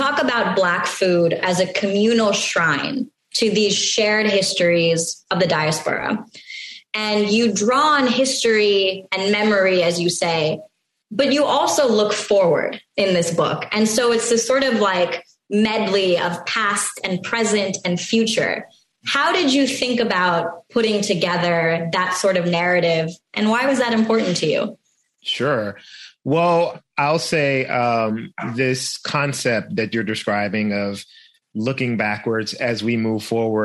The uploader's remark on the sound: This program was recorded via video conference.